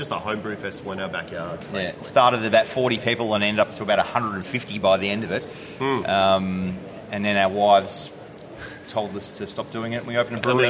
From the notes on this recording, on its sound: Live 150th Episode at Bonehead! Venture down to Kensington's Bonehead brewery with a real live audience. Share their Oktoberfest beers with the crowd.